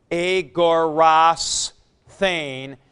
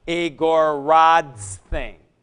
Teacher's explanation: a dental goes to a sigma · Shown in: first take